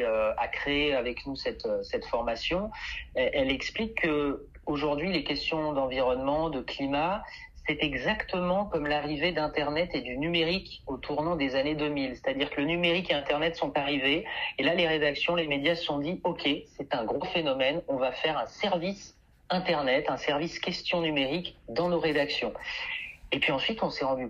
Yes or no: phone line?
yes